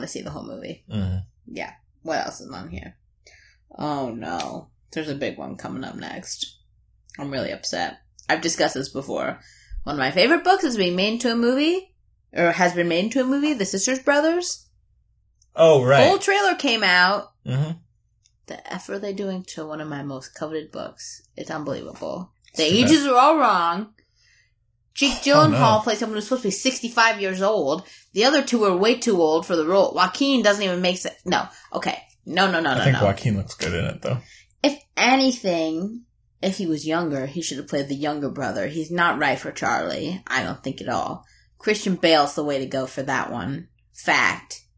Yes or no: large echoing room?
no